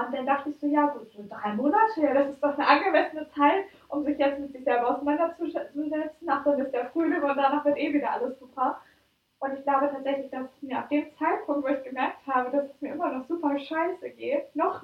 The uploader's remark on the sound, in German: Als wir unseren neuen Podcast zum Thema PERFEKTIONISMUS aufgenommen haben, ist uns doch einfach nicht aufgefallen, dass das Mikro gar nicht aktiviert war. Zur Überraschung aller, hat die Faszination über die gute Aufnahmequalität des Laptops überwogen.